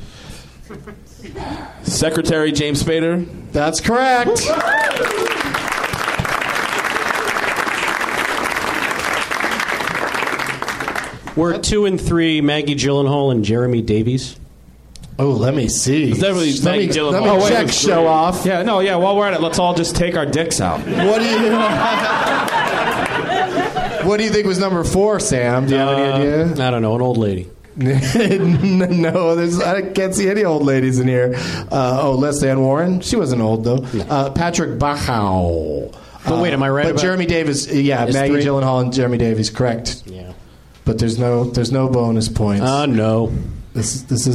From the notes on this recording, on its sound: Recorded live at the NerdMelt Showroom in Los Angeles, California on February 22, 2015.